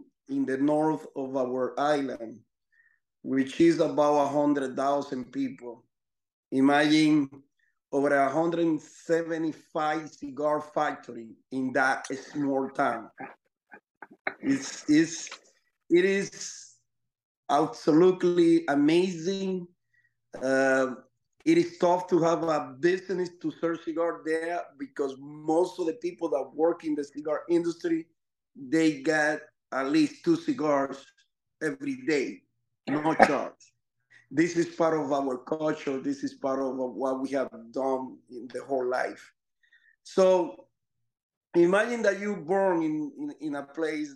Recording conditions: video call